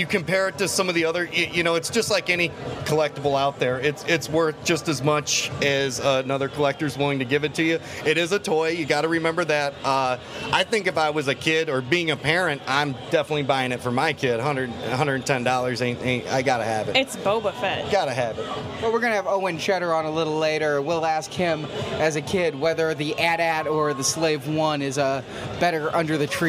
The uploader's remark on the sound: Coming to you live from the Sandtroopers.com booth on the convention floor